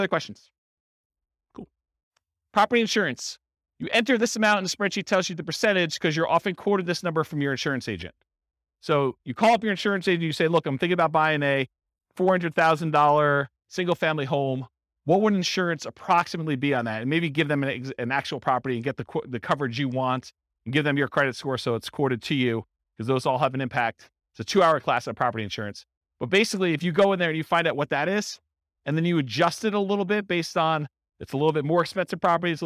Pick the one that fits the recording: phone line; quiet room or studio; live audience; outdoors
live audience